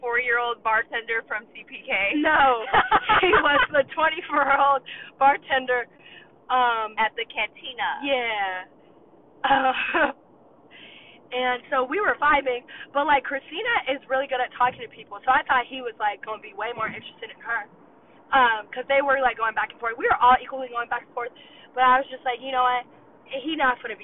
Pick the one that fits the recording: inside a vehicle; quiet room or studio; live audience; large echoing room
inside a vehicle